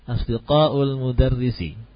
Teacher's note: Intonasinya jangan menaik ya, jangan meninggi.